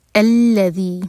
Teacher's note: آیہ نمبر 4, الذی، یہ آیت بھی حمزۃ الوصل سے شروع ہو رہی ہے لیکن سیکنڈ لیٹر جو ہے لام ہے تو ہم فتحہ لگا کر شروع کریں گے. الذی، ذی مد تبعی ہے، دو حرکہ لمبا